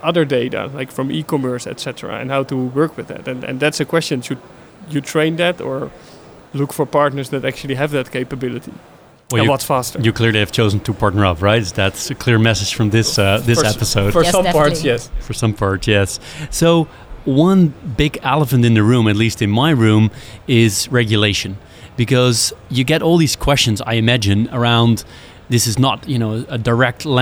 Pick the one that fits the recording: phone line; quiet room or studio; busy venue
busy venue